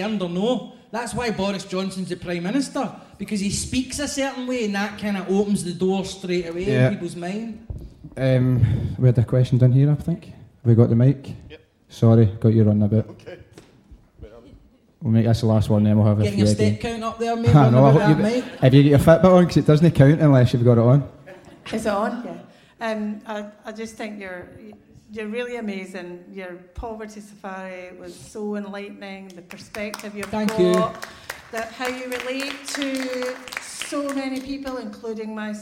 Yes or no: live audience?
yes